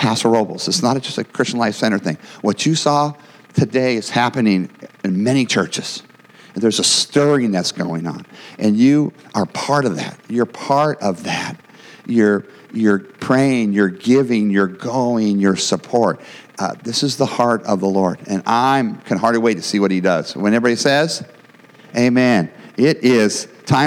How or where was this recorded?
large echoing room